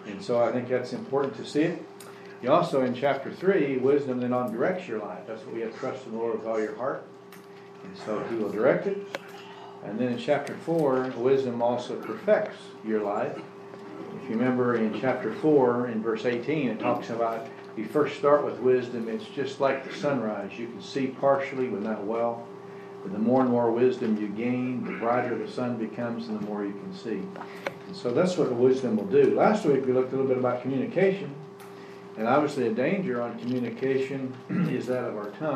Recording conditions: large echoing room